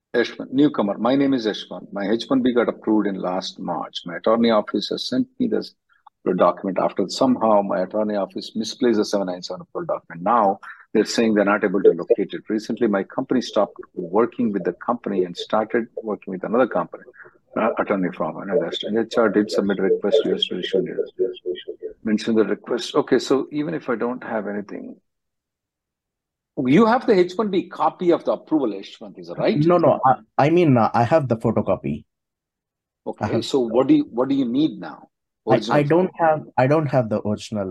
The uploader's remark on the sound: Conference Call